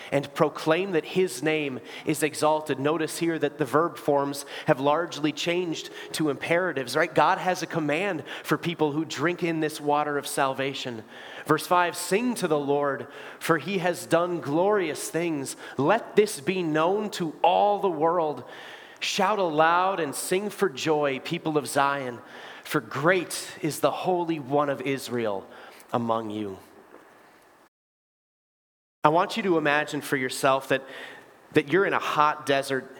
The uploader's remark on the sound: Bethany, Appleton, WI. Preached this sermon at Bethany's Sunday worship on September 3, 2023.